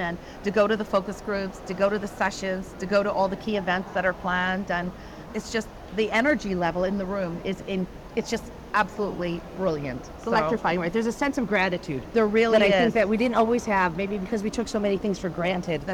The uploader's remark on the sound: Interview in Action live from the 2023 CHIME Fall Forum.